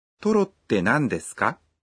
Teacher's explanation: Добавляя частицу «ка» и произнося фразу с повышением интонации, вы образуете вопросительное предложение.